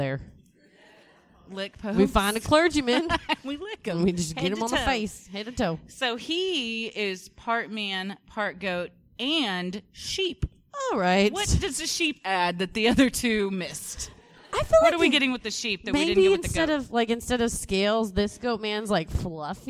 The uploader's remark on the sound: (LIVE SHOW)